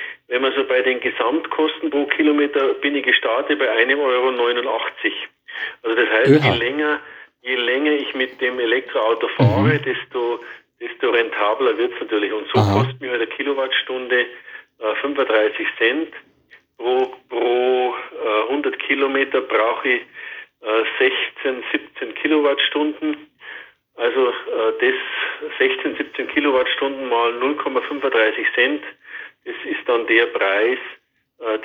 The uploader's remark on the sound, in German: am Telefon